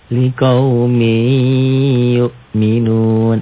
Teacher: Melebur, ditahan, dan ada dengungnya. Bunyi nun mati melebur pada huruf sesudahnya. · Bunyi nun mati melebur pada huruf sesudahnya. Bunyi nun mati berubah menjadi bunyi huruf di hadapannya. Disertai dengan dengung kalau idgham biguna.